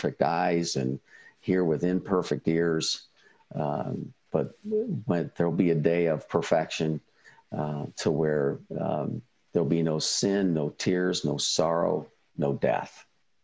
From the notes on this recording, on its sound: we replay a recording from a recent virtual ISI event